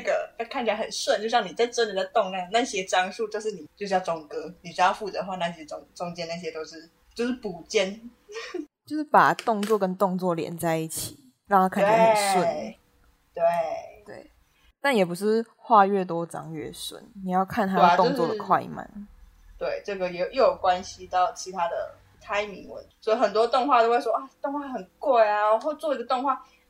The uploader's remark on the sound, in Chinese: 收音、剪輯狀況不大好還請大家多多包涵